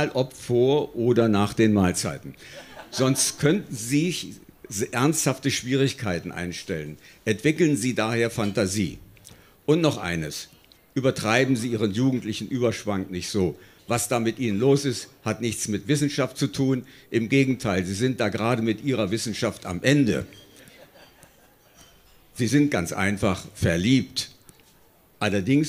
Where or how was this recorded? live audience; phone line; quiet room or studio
live audience